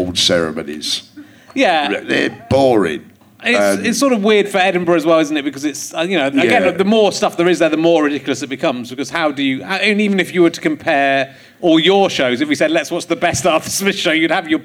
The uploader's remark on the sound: Leicester Square Theatre Podcast